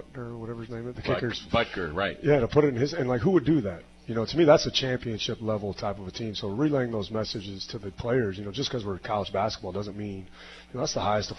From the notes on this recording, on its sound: live from Wings etc!